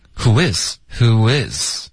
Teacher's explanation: guy,别加重音。Is 才是重音,OK?天平 Seriously, who is this guy?